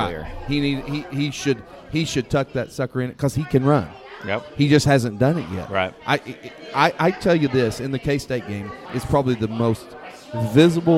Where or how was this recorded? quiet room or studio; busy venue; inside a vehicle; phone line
busy venue